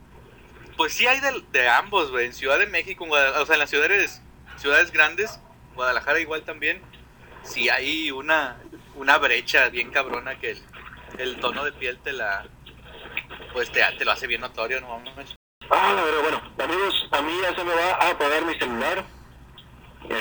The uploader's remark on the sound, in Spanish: Disculpen la calidad del audio, somos pobres y de familia numerosa.